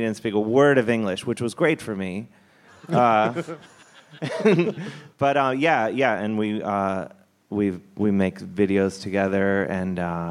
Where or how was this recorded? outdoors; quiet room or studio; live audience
live audience